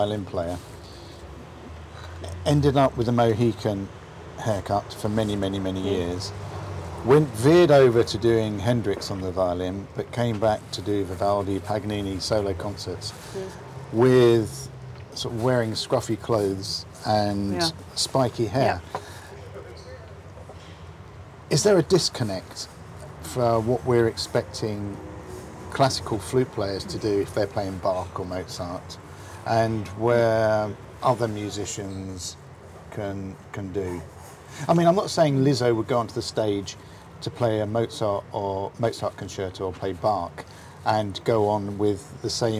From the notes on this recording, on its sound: meet in a coffee shop in the seaside town of Hove